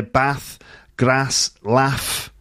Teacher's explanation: Uh, R sounds, uh, which you find in the south, like in the words bath and grass and laugh, generally in the north, they become ah sounds